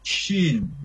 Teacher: Berarti itu tengah lidah kita naik ke langit-langit